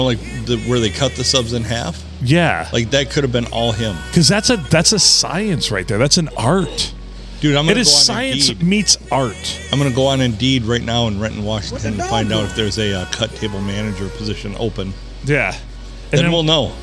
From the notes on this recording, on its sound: Recorded at the Silver Tavern, Deckerville (The olde STD) on a Sunday.